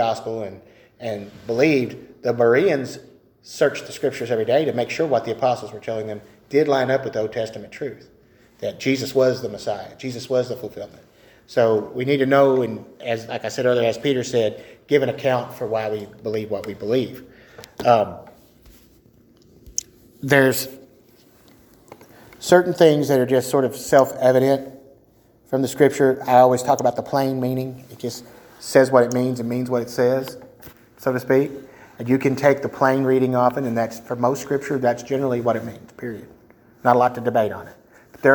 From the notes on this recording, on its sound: A solo episode of TDWS featuring our 1st ever recording of a Sunday School session.